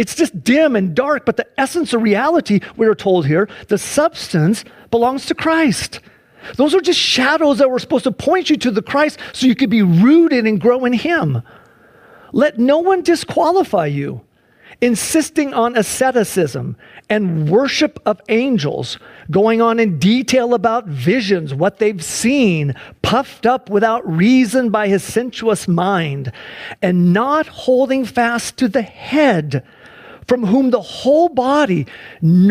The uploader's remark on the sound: Sunday church service livestream